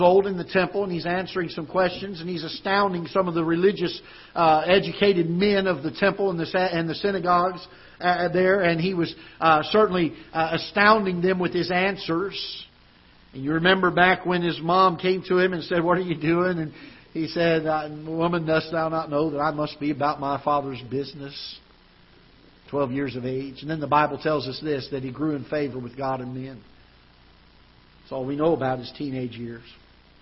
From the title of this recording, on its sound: Ketha Heights Baptist Church ~ Live Broadcast